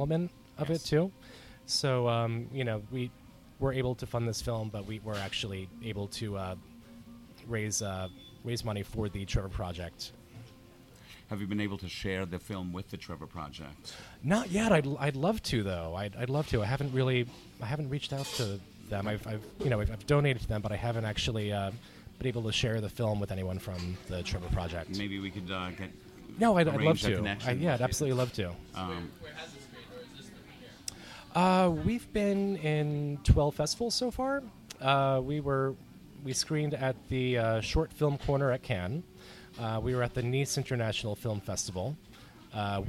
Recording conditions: busy venue